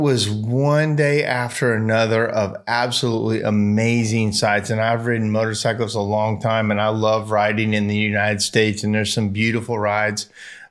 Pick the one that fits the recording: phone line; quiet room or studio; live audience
quiet room or studio